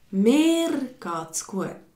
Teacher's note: Das ist so richtig betont auf mir. · Term: betonte Pronomen